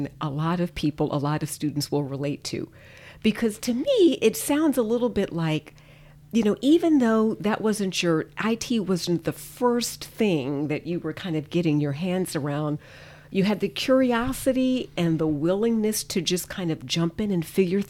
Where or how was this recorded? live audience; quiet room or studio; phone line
quiet room or studio